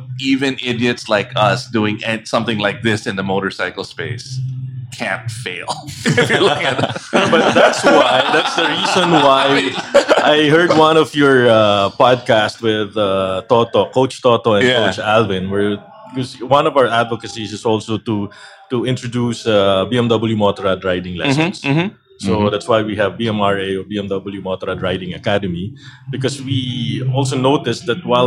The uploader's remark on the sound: Tunay na Rider x Ride PH Cafe Special. Dropped by Ride PH Cafe and recorded 5 episodes.